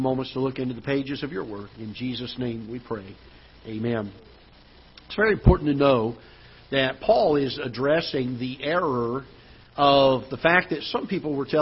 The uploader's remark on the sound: Ketha Heights Baptist Church ~ Live Broadcast